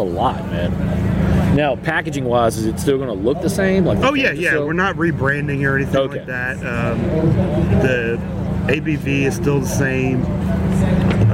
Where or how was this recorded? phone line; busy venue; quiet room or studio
busy venue